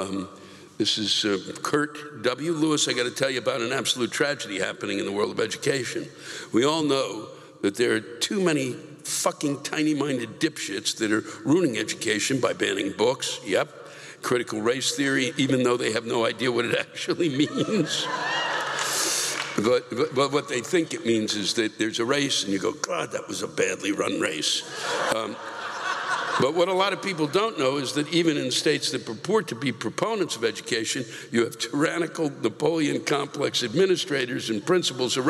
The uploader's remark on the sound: The live rants come from the shows at the Bear River Casino in Loleta and the Redding Civic Auditorium in Redding